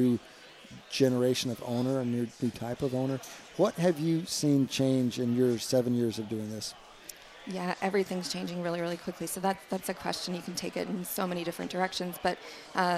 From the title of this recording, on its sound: at the Wharton Sports Business Summit 2018